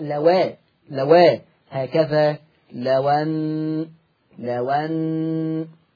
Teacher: هنقل الفتحة اللي على الهمزة وتروح على الواو، فتبقى واو مفتوحة · Term: النقل